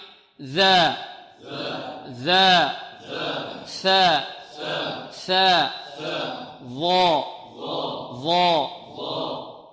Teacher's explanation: من طرف اللسان مع طرف الثنايا العليا